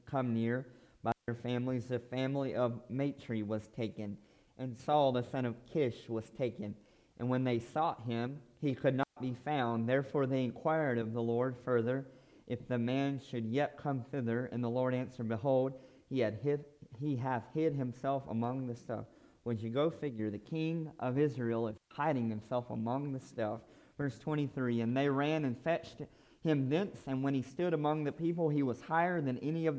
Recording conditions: large echoing room